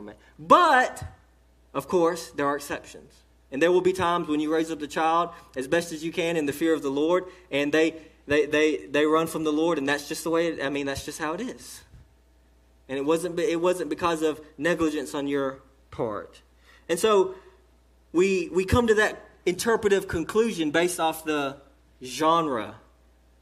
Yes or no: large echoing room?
yes